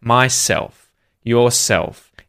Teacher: with those sorts of pronouns, myself, yourself, himself, it's self or selves that ends up being stressed.